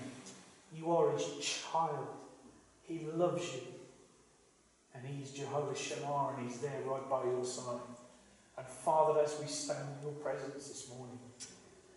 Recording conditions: poor sound quality